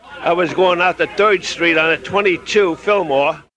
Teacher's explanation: pronouncing a word like third as Thoid